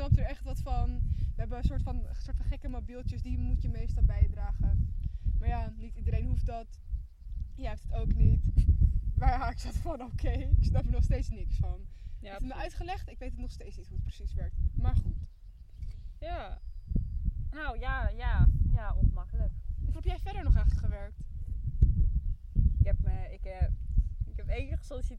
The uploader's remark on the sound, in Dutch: Er is veel wind waardoor het geluid af en toe erg slecht wordt